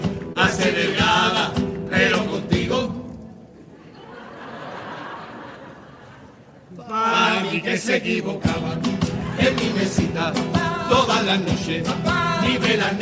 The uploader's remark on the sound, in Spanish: En directo desde el Gran Teatro Falla de Cádiz